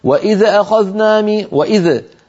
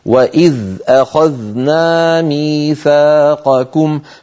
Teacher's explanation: طيب، لاحظوا الآية الأخيرة التي قرأناها وهي الآية 93، مر معنا ذالان في أولها: وإذ أخذنا ميثاقكم. هذه هاتان الذالان لابد من إسكانهما دون قلقلة · Shown in: second take · نسمع كثيرا من بعض إخواننا: وإذا أخذنا مي، وإذا الذال لا تهتز، إذا قلت إذا اهتز الحرف هكذا هذه هي القلقلة بعينها.